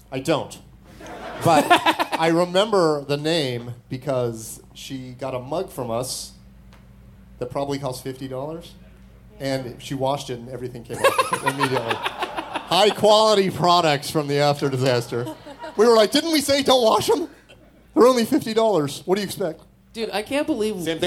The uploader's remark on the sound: Live In Las Vegas!